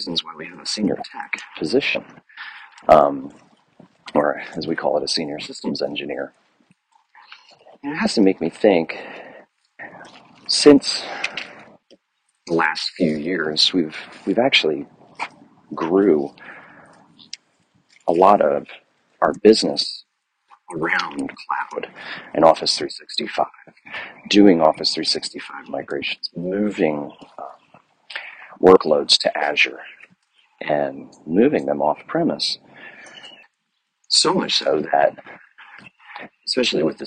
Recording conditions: sounds in the background